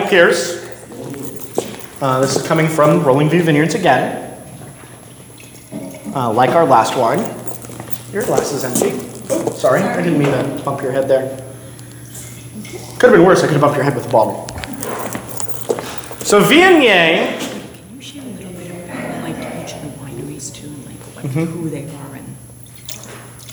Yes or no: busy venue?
yes